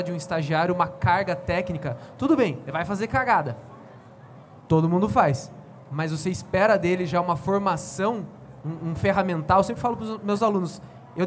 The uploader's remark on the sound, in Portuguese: gravado diretamente do MELIES Stage na Unhide Conference 2019